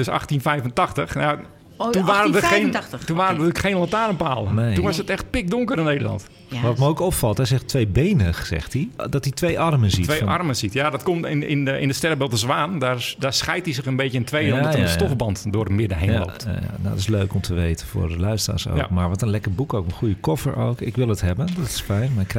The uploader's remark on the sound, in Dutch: Deze live uitzending is opegenomen in het Allard Pierson te Amsterdam voor AmsterdamFM.